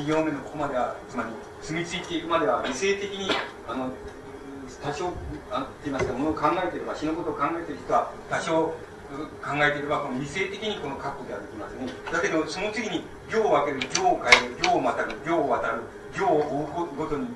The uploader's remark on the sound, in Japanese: 主催：詩誌「無限」事業部 場所：明治神宮外苑絵画館文化教室。録音者の手元でのノイズが入る。